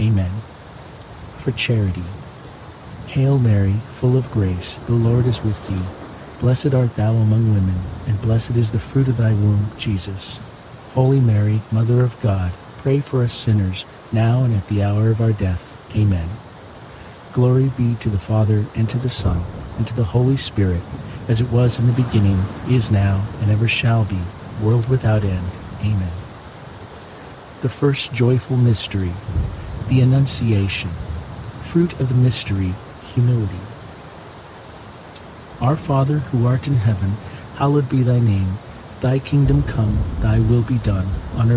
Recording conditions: sounds in the background